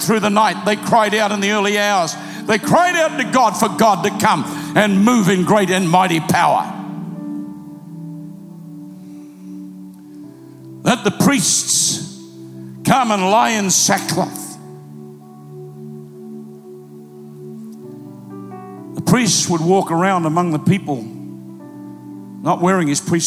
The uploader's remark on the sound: Recorded live at PlanetShakers Church.